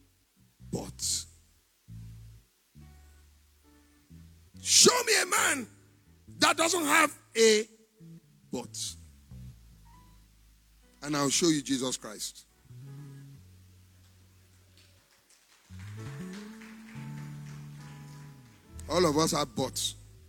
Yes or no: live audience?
yes